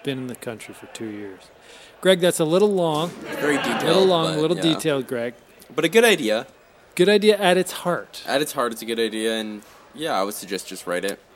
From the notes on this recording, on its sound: Press Releases (Live). Thanks to all who came out and actively participated in the recording through the many questions and positive feedback you gave us when the microphones were not recording. Took loglines from the audience for a live, spontaneous and exciting Logline Cage Match session.